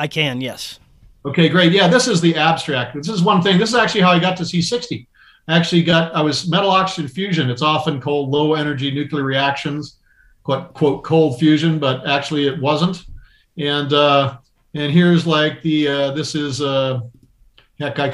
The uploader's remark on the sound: Food Forest Abundance Zoom Meeting.